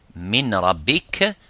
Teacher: Ce qui signifie que le nun euh, ou le tenuin disparaîtra en silence et qu'il devient silencieux, qu'il n'a plus aucune action ni de son. Ainsi, il ne sera plus du tout euh, audible et la disparaît.